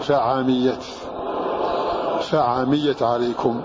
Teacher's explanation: فتح العين وتخفيف الميم